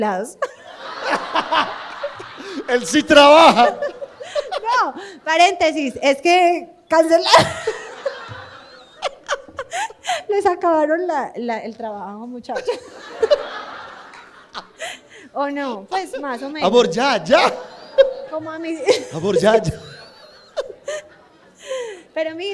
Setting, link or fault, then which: setting, live audience